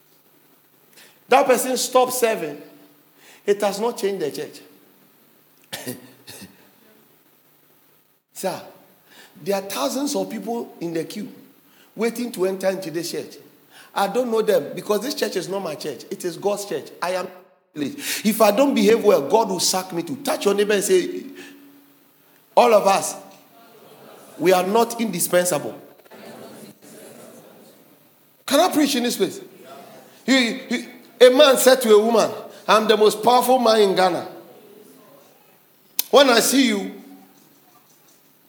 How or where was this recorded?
large echoing room